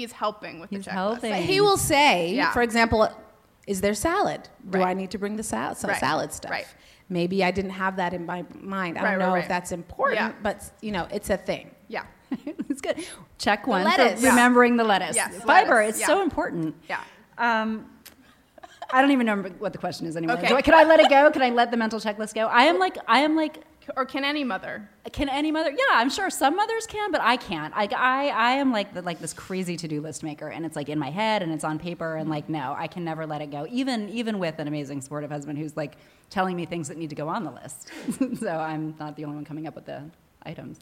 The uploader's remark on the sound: F*ck Mom Guilt World Tour Live. Joined live on stage at Betabrand in San Francisco.